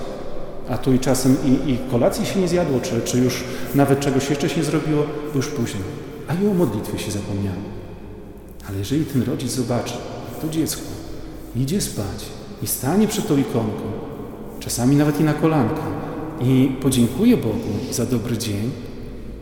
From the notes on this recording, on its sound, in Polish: Nagranie pochodzi ze spotkania w parafii św. Jerzego Zwycięzcy w Białymstoku.